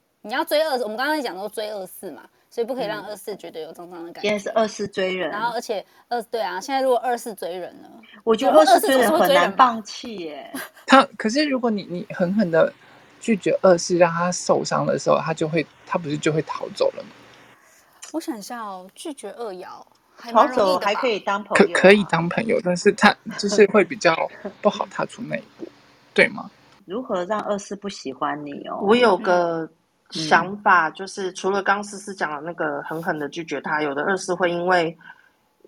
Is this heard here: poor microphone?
yes